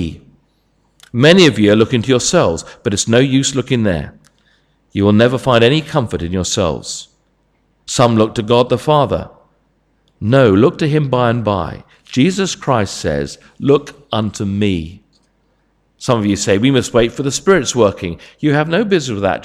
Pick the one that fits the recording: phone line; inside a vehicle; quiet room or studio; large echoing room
large echoing room